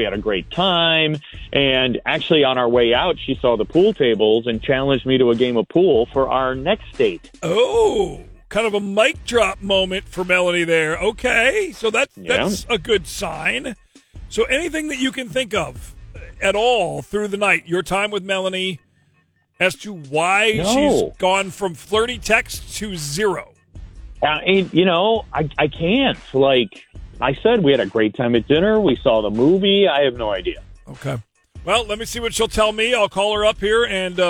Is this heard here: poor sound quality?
no